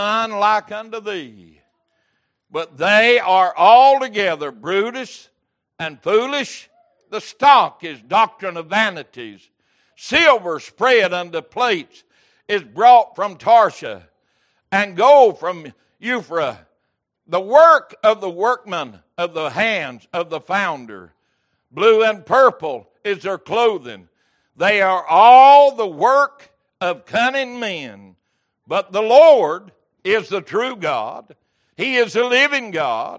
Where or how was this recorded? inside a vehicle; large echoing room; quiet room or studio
large echoing room